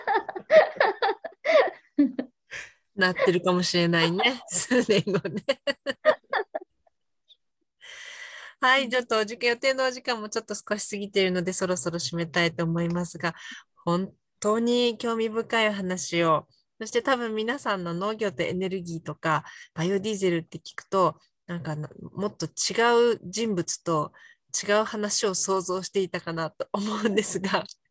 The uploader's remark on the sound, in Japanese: 勉強会音声。オンラインで開催している「月イチ勉強会」の音声を特別配信！